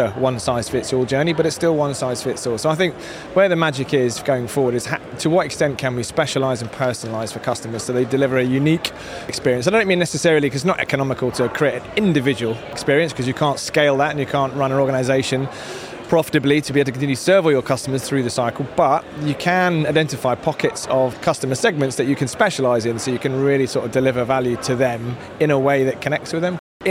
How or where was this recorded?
busy venue